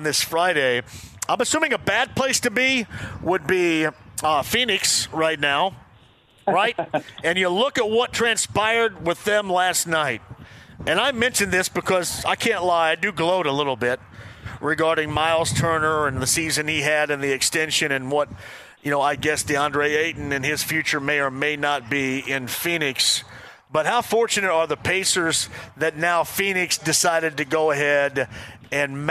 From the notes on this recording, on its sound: Full Show: Live From Mystic Waters Campground!